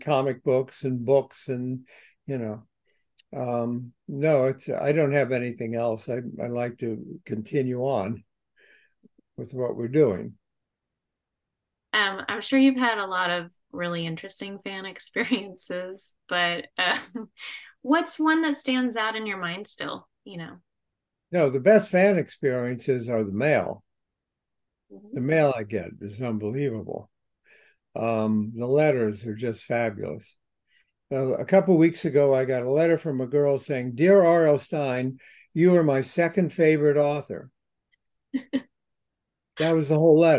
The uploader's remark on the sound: spoke with the award winning author by Zoom